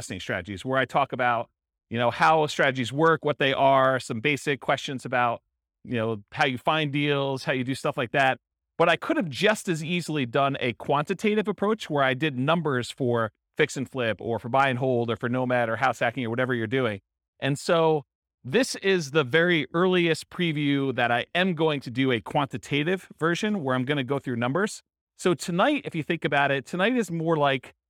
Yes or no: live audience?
yes